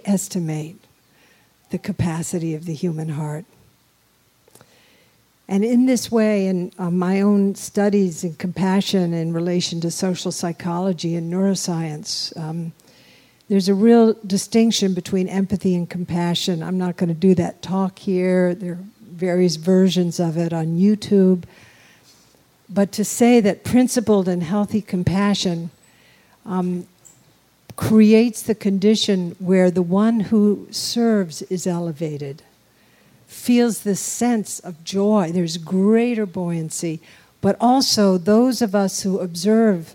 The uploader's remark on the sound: take questions from a live audience